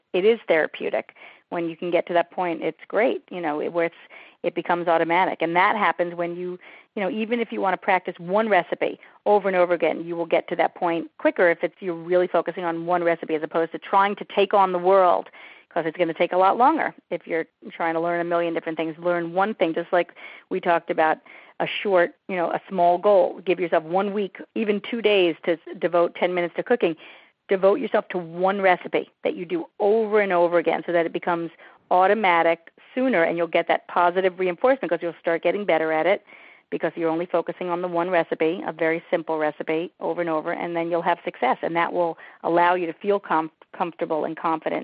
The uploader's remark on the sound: On this recording of our June 1, 2010, teleseminar